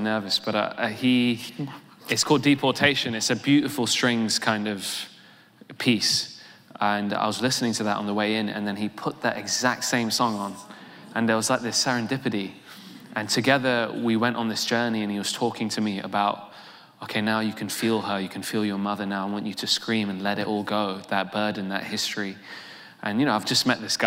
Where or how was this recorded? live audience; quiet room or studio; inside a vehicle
live audience